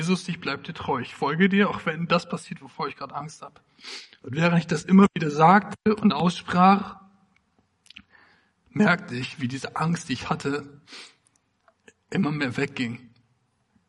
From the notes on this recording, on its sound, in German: Predigt im Rahmen des GreifBar+ Gottesdienstes